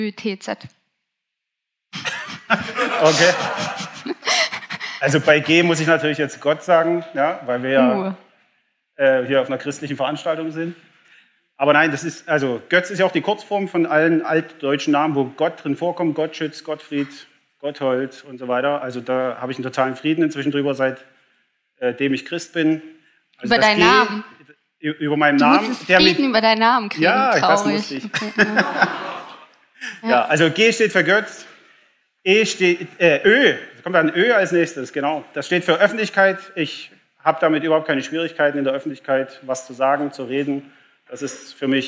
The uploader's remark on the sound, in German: Live auf der Campus Connect Konferenz 23 in Leipzig.